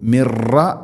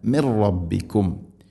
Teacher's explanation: അതുപോലെ തന്നെ മിൻ റബ്ബിക്കും, സാക്കിന നൂനിന് ശേഷം റാ, നൂനിനെ റായിലേക്ക് കൂട്ടിലയിപ്പിച്ച് മണിക്കാതെ ഉച്ചരിക്കണം. · Shown in: second take · മിർറ മിർ റബ്ബിക്കും, മിർറ അല്ല, മിർ റബ്ബിക്കും.